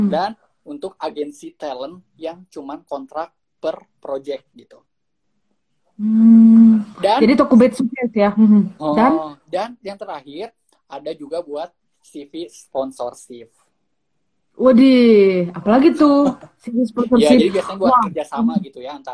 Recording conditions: video call